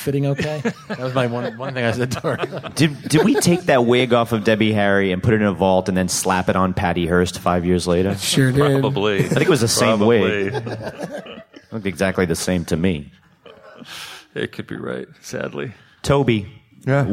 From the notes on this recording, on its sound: For their first ever LIVE podcast. Visit Stan Lee's Comikaze in LA.